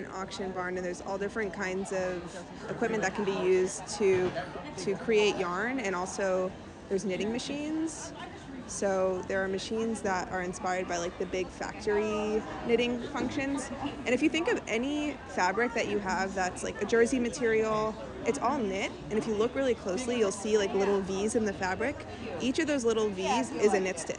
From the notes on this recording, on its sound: takes you live to the New York Sheep & Wool Festival at the Dutchess County Fairgrounds